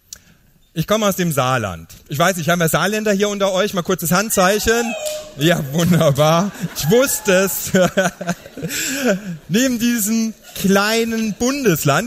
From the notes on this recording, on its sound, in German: Live-Mitschnitt von der Gedanken Tanken Bühne.